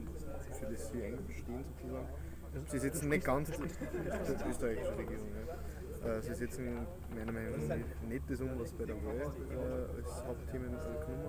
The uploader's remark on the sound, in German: Live vom Hack Around the Clock.